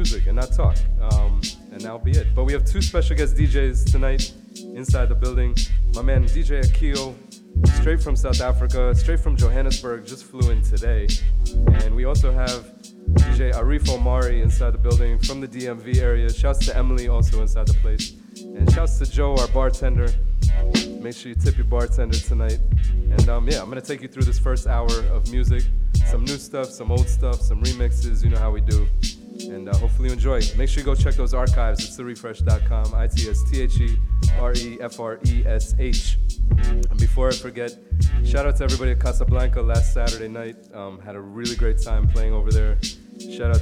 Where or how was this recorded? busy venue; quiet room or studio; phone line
busy venue